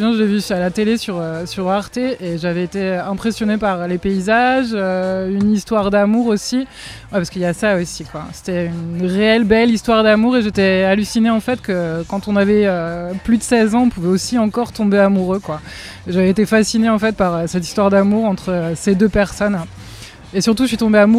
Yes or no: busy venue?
yes